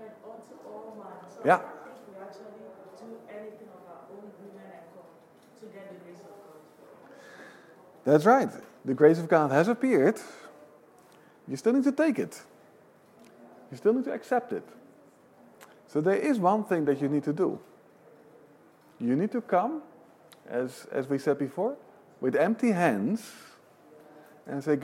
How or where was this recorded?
live audience